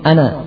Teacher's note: Kesalahan pertama adalah menghilangkan tasydid sehingga menjadi ana.